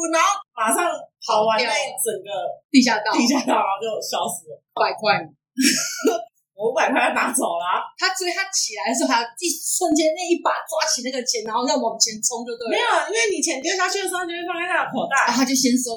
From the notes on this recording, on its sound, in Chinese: 收音糟,我知道,請忍耐,會改進~~~真心發現不能胡亂改錄音方式。